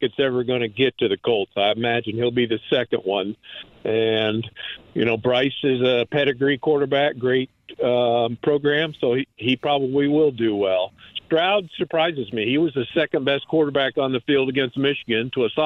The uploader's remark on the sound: Opening up the phone lines to talk to some listeners! Opens up the phone line again as listeners call. Continuing to take some calls from listeners.